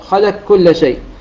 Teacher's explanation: لام مخففة أو مرققة مفتوحة بعدها كاف أيضا مرققة بدون أثر للقاف · Term: إدغام كامل